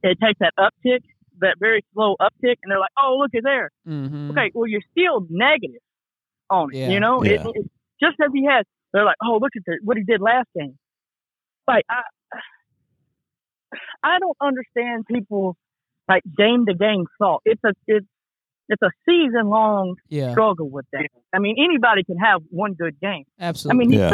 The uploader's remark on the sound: Special guest NFL commentator call.